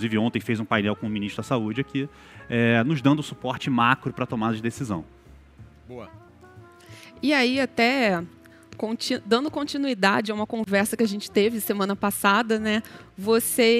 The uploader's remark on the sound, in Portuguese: Um episódio especial do Outliers, gravado ao vivo durante a Expert XP 2021.